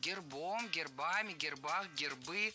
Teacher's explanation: В этом слове при склонении ударение переносится на окончание.